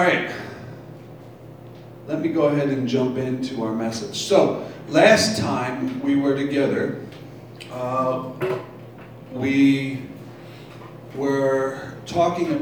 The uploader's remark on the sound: Live from Black Cloister Brewing Company.